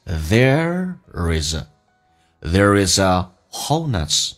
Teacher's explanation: there 跟 s 有一个连音叫 there is, is 跟 a 叫 is,三个单词连在一起